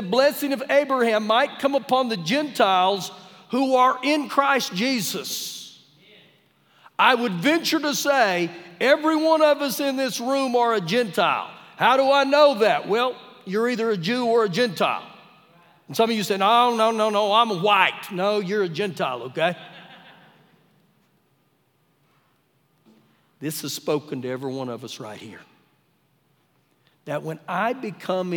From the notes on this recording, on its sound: Recorded live during our Wednesday night service